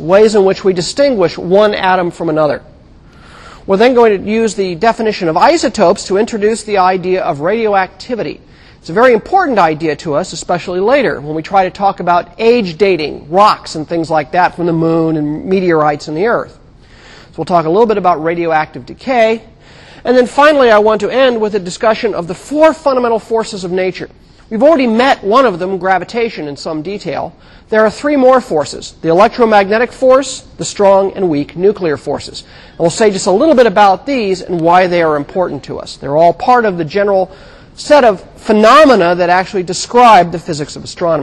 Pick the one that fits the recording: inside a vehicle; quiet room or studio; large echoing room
large echoing room